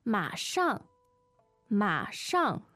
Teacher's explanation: Right, third tone and fourth tone.